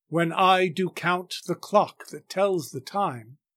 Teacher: the regular rhythm and repetition of the hard C and T sounds make the line itself sound like the ticking of a clock · Term: onomatopoeia